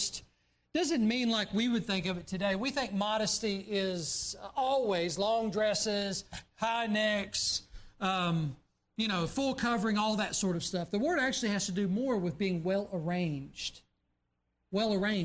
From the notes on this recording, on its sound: during the Sunday evening service on September 10, 2023, at Southside Baptist Church in Mount Airy, NC